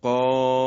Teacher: یا در حرف مقطعه قاف، این قاف هم مد لازمه و مخفف حرفی است، یعنی یک حرفه و غیر مشدده و خیلی ساده، این رو به اندازه 6 حرکت میکشیم